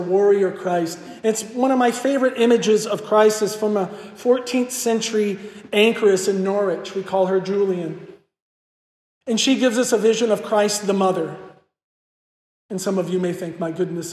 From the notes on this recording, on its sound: This lecture was given at Hillsdale College on April 22, 2023 as part of the Thomistic Institute conference. This lecture was given at Hillsdale College on April 22, 2023 as part of the Thomistic Institute conference "Christology in Literature."